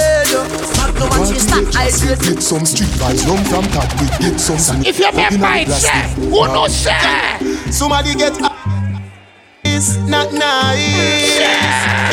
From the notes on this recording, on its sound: Live audio recording at Island Saturdays on Feb 24th.